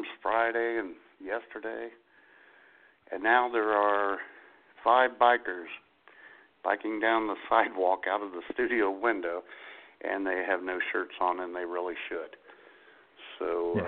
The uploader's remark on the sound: The phone lines will be open. For anyone and everyone to call in and share their favorite jokes. Internet radio.